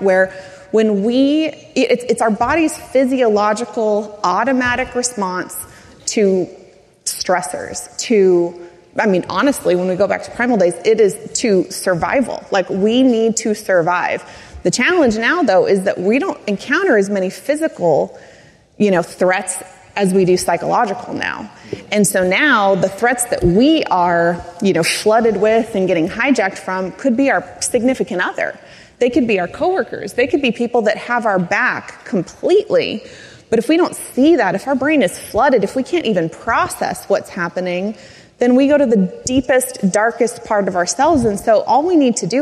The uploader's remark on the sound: The second part of a live recording from The Peak Experience.